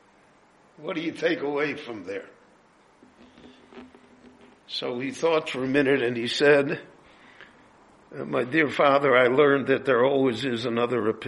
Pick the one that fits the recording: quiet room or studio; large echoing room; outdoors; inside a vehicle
large echoing room